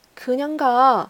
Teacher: 如果是放在句中，比如说可娘嘎，那么这里面就会稍微像紧音一点 · Term: 松音